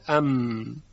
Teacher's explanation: در تلفظ میم نرمکام به طرف پایین میاد، مسیر خیشوم بازه، پس صدا برمیگرده، از مسیر خیشوم میاد و خارج میشه، صدای غنه ایجاد میشه، اب ام.